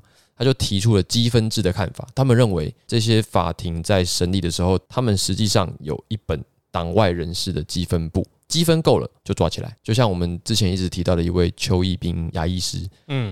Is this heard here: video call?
no